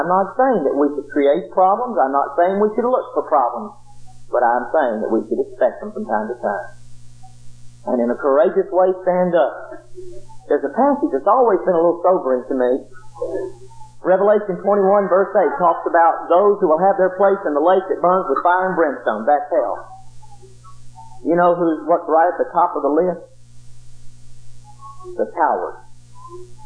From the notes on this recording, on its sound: preached this lesson at the Helton Drive congregation in 1997